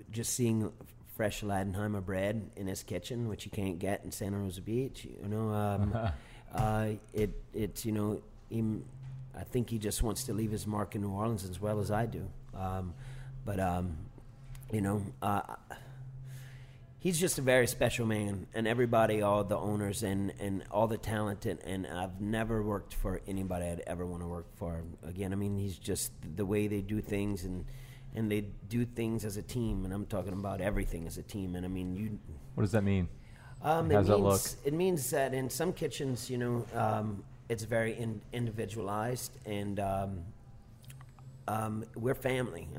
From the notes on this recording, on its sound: This episode of Midnight Menu 1 was recorded at the NOLA Brewing Tap Room.